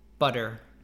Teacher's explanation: when you have a T between two vowels and it kind of becomes more of like a D sound, a soft D · Term: the American T